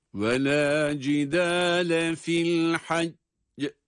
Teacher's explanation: Fil hacci kelimesinde dururken son harfin kalkale harfi olan cim olması sebebiyle sesimizi mahreçten kuvvetli bir ses çıkaracak şekilde ayarlıyor ve öyle duruyoruz cezimli olarak.